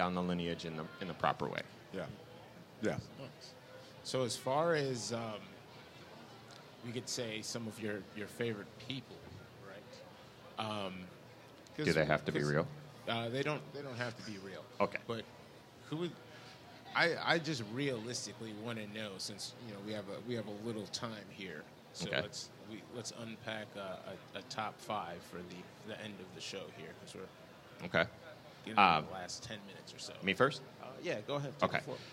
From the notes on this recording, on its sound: LIVE from the FINAL Wizard World Chicago